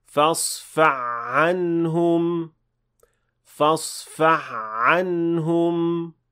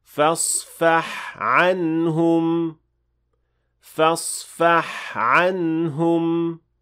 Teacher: The other mistake is assimilating the حاء and عين sound when they follow one another. · Shown in: first take · This mistake can easily happen because both of these sounds come from the exact same spot.